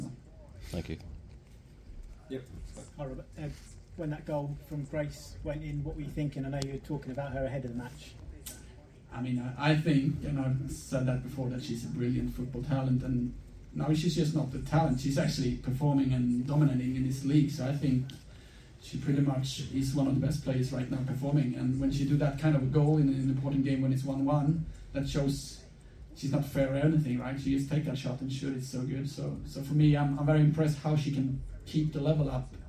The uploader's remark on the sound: POST MATCH PRESS CONFERENCE.